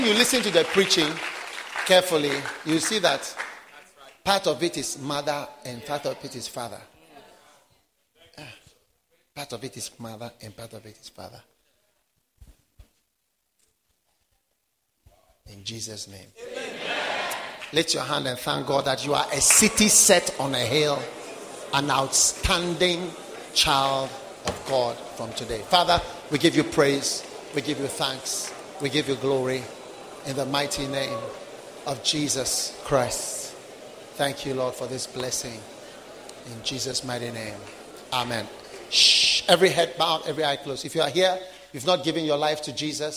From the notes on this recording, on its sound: Preached at the Wisdom Impartation Service.